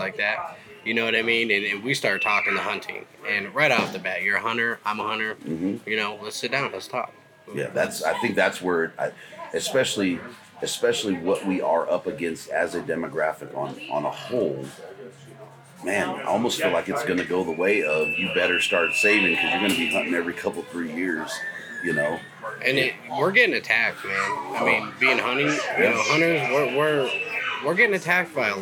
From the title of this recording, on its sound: Live From Western Hunt Fest